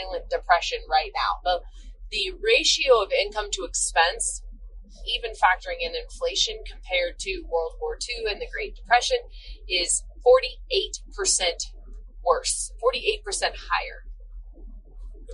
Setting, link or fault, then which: setting, inside a vehicle